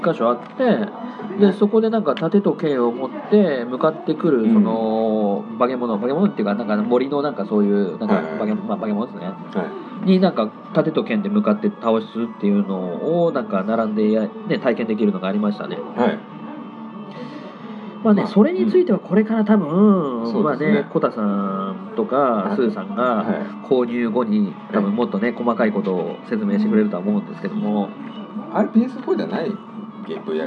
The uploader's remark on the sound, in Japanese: 居酒屋にて、記憶が薄くなる前にと感想を収録したんで。いつもより収録の機材も環境も良くないので音質があれですが。